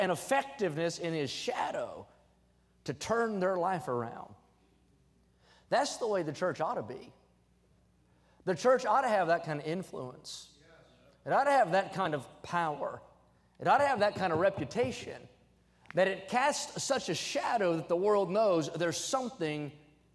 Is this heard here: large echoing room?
yes